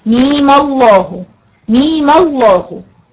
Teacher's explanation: بتمدي ستة في اللام وبتمدي الميم حركتين فقط وبتحركي الميم الاخرانية بالفتح وتسقطي همزة الوصل